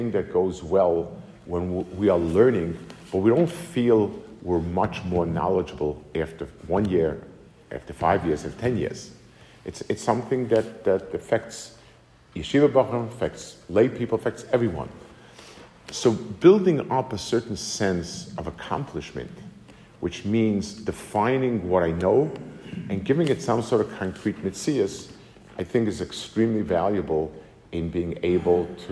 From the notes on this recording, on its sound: Delivered to the Kollel in Atlanta, GA